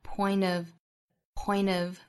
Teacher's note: point 和 of 之间读成 point of 更像一个 n 的发音的连读